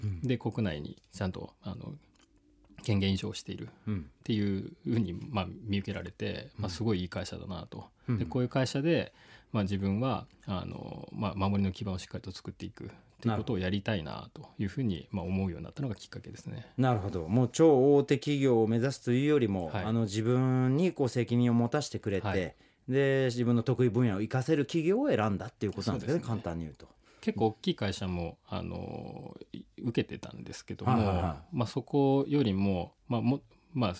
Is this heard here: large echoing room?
no